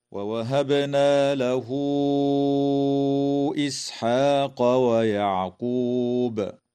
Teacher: فقوله تعالى: ووهبنا له إسحاق ويعقوب، تقلقل الباء في كلمة ووهبنا، وتوصل هاء الضمير في قوله تعالى: له إسحاق، بواو تمد وصلا من قبيل مد الصلة الكبرى بمقدار 4 أو 5 حركات كالمد المنفصل. ويجوز الوقف على كلمة ويعقوب من قبيل الوقف الحسن مع وجوب قلقلة الباء وقفا